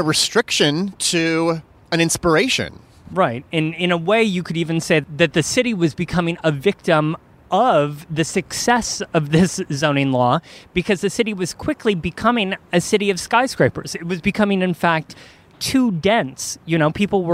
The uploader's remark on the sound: This entire show is recorded outside in front of the very spots that have most affected the city's decision. From downtown Manhattan and the Equitable Building to a surprising corner of Hell's Kitchen.